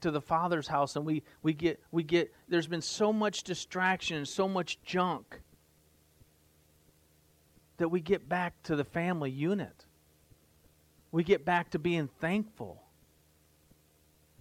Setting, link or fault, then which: setting, large echoing room